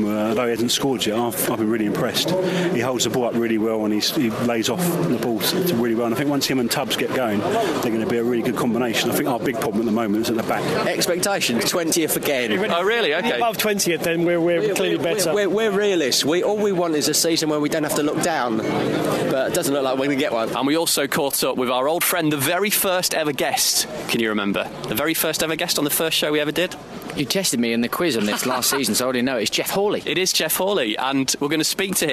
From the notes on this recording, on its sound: Live from AFC Wimbledon. The boys take a Tuesday night trip down to the Cherry Red Records Stadium this week.